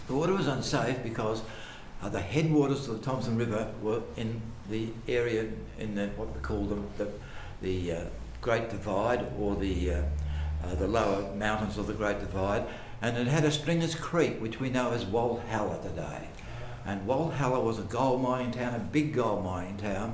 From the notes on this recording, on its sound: Melbourne newCardigan cardiParty Recorded Live. Our November Melbourne cardiParty was a wonderful day trip to Sale, with a trip to the historical Sale Water Tower (designed by John Grainger), lunch at an impeccably restored pub called the Criterion (built circa 1865) and finally a river cruise to check out the swing bridge.